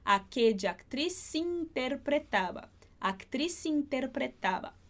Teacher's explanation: a gente junta o Z de actriz com o I de interpretava e fica aquella actriz interpretava.